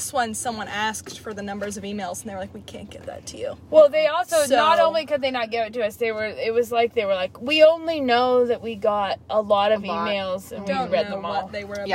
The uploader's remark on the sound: This week we have not one, but two special guests with us in the car!